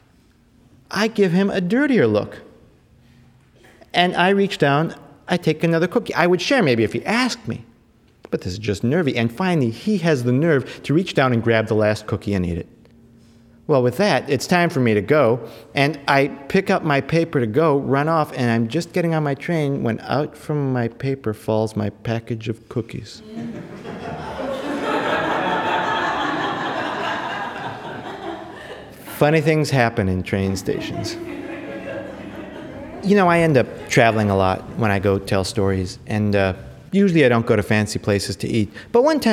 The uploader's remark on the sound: tells a trio of travel tales to an enthusiastic, young audience.